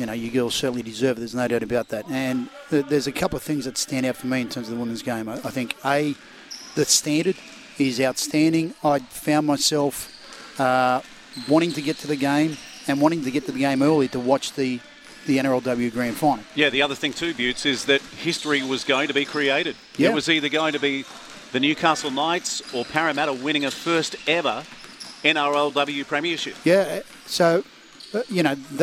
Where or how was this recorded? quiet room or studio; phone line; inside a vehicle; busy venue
busy venue